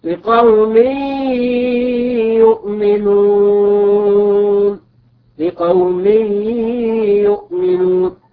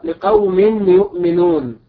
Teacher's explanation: نلاحظ هنا أن كلمة لقوم في آخرها تنوين، هذا التنوين بالكسر وقع بعده حرف الياء من كلمة يؤمنون، لذا وجب إدغام هذا التنوين في الياء الذي بعده · Shown in: first take · لأن الياء من حروف الإدغام فتقرأ هكذا لقوم يؤمنون، لقوم يؤمنون، فلا تقرأ لقوم يؤمنون.